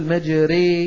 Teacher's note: مجري هذه الراء مفتوحة وأميلت نحو الكسرة، فبهذه الإمالة رققت. ولولا الإمالة لقلنا، لولا الإمالة لقلنا بسم الله مجراها ومرساها، مجرا بالتفخيم، لكن من أجل الإمالة نقول مجري بالترقيق.